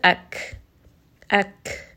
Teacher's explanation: Aktharahum, here kaf has hams, meaning that after you have pronounced this letter with a sukun, there is going to be a little bit of air coming out after you have stopped on this letter